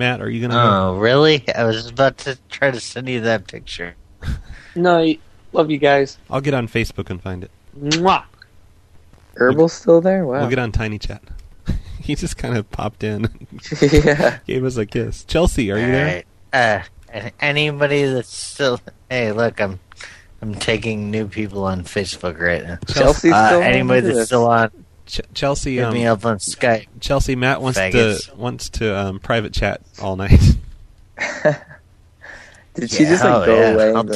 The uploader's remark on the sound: …'s Personal Prank Phone Calls Collection.